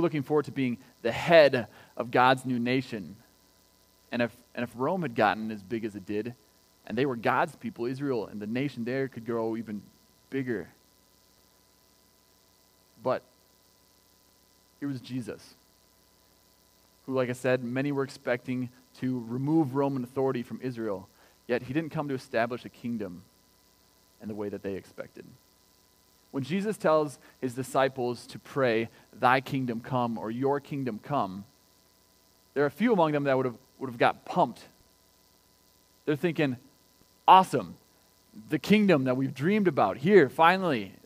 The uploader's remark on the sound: Recorded on May 24th, 2020 at Word of Life Church in Le Sueur, MN. WHOLE SERVICE AUDIO.